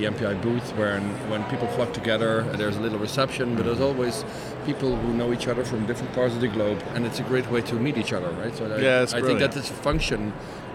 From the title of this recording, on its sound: Live from #IMEXAmerica